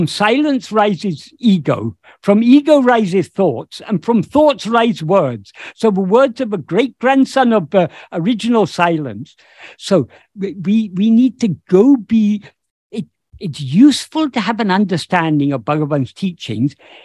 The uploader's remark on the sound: In a Zoom meeting of the ‘Ramana Maharshi Foundation UK’ on 8th October 2022